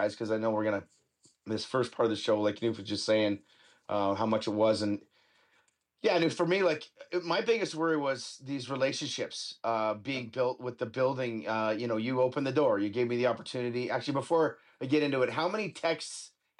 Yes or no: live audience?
no